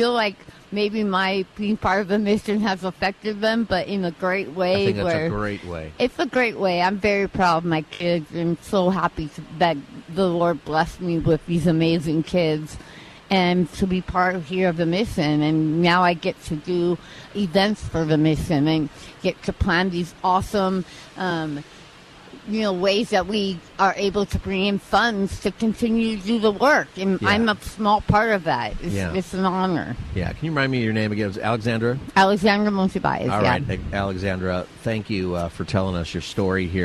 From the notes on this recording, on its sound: Live from the Union Rescue Mission. Frying Turkeys at URM!